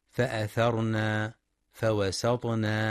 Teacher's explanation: يخطئ من يقرأ فأثرن فوسطن بألف بعد النون فأثرن فوسطن، وذلك بإطالة زمن الفتحة، والصواب أن يقرأ فأثرن به نقعا فوسطن به جمعا.